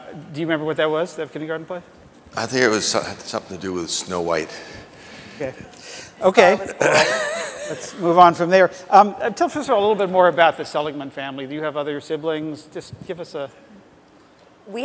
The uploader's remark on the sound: The best of live interviews from GreenBiz events. On stage together, for the first time.